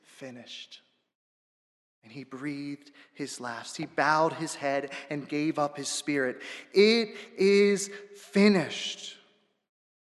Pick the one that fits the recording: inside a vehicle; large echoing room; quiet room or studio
large echoing room